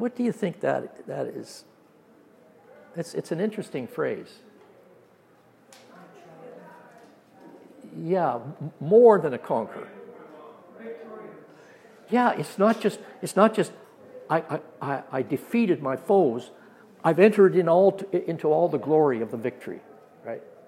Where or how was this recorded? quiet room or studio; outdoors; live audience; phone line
live audience